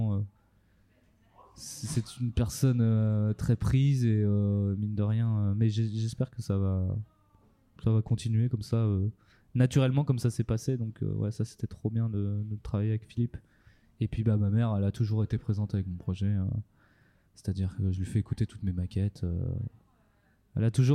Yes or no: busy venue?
yes